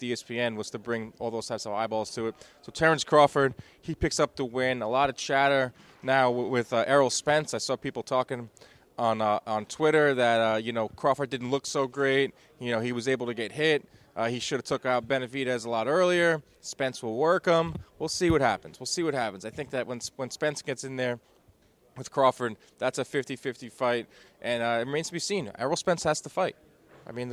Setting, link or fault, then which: setting, busy venue